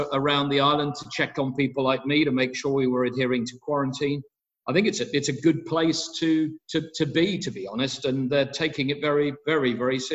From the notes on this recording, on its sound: Two weeks ago I had a Zoom call.